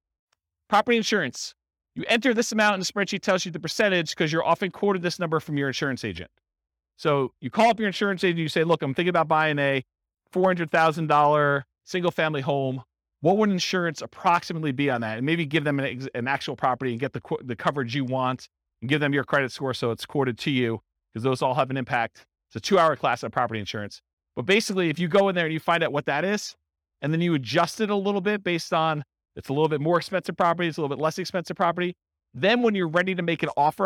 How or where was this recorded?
live audience